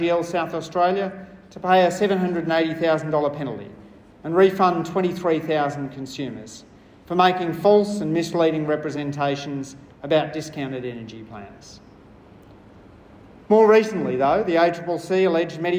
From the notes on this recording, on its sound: I delivered a short speech at the National Small Business Summit on the role of fairness in competition laws.